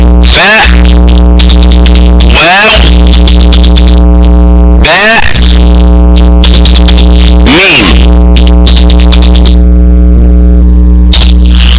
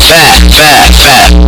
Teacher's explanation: علشان الفاء بتخرج من بطن الشفة السفلى والباقي بيخرج من الشفتين معا · Term: الحروف الشفوية